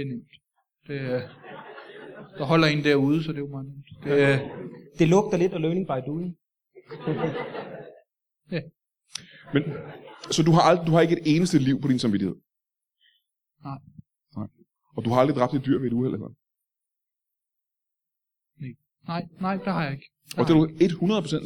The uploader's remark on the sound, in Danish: LIVE fra Studenterhuset i Odense.